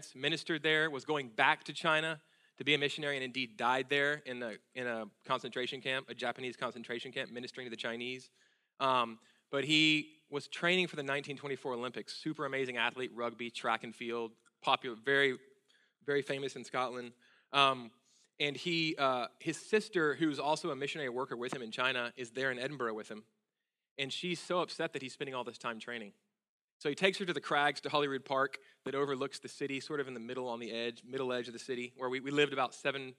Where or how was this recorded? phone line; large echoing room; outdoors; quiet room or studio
large echoing room